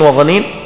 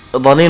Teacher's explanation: الضاء طبعا من طرف اللسان مع اطراف الثنايا، الضاد من حافة اللسان